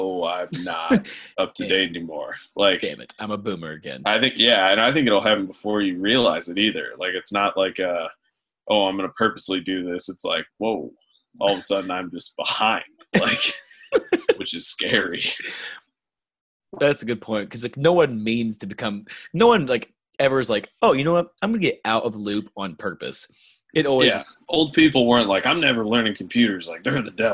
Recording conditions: video call